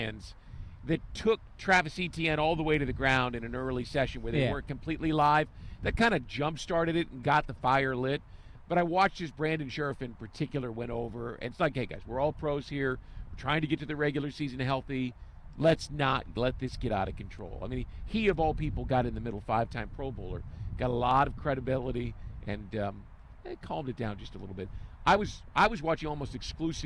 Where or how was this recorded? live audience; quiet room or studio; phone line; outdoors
outdoors